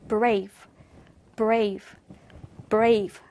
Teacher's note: V 같은 경우에는 성대를 울려줘야 되죠. 그래서 F와 비슷하긴 하지만 V, V라고 해서 이렇게 반드시 유성음 소리를 내주셔야 돼요.